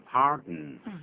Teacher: 这个嘴巴不要闭起来，叫 pardon，用的音鼻音出来